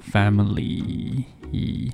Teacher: 你在读这个 Li 的时候，如果你读的是一个标准的长元音，E，你的嘴呢应该是横向地稍稍裂开的